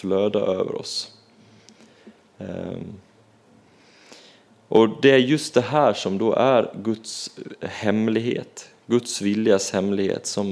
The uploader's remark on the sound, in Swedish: Inspelad under gudstjänst i Equmeniakyrkan Väte.